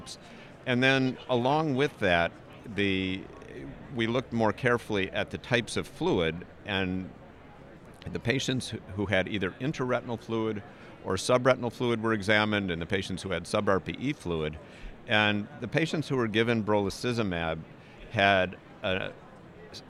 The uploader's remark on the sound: From AAO Retina Subspecialty Day. Live from the BMC booth.